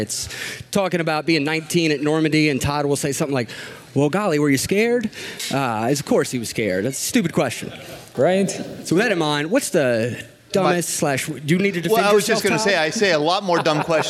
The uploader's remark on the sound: Listen to the stories and voices of local veterans recorded live October 2, 2016 at the Sha-nini George Foundation in Mercer, Pennsylvania.